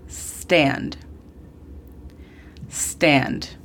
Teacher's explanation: Muy importante recordar con este verbo que no decimos la E antes de la S. Se comienza desde la pronunciación de la S.